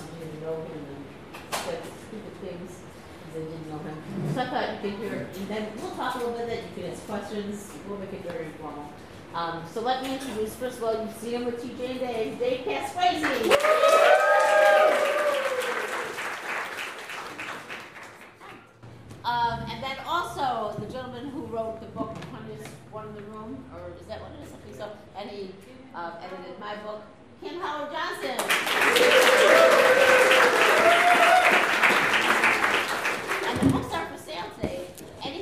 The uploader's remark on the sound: SCC Special Chicago: Del Close Panel part 1. At the iO Theatre in Chicago. Answer questions from the audience.